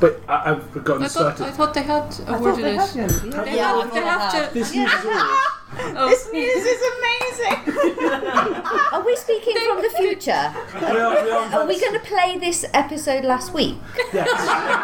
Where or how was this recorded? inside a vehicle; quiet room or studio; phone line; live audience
live audience